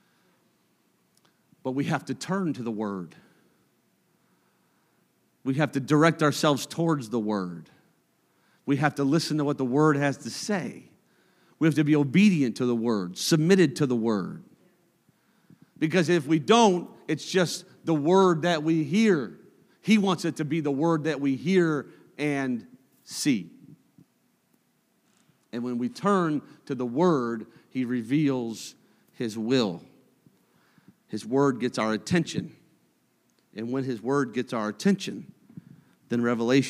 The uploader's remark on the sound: a service recording from Connect Point UPC